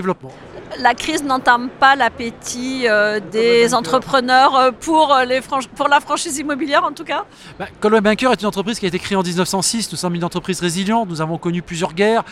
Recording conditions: busy venue